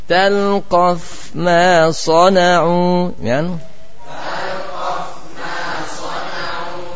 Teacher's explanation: Lihat, sangat dekat antara mim dengan fa, sama-sama bibir gitu.